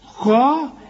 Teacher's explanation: القاف مفخمة وقبلها الخاء مفخمة